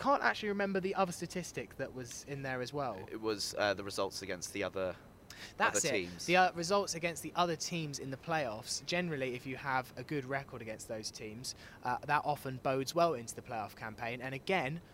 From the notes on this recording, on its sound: An extra episode of Fulhamish live from Craven Cottage.